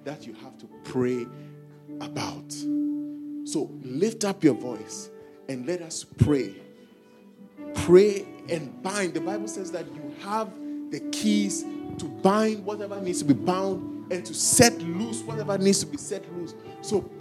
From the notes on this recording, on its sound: preached at our Faith Encounter Service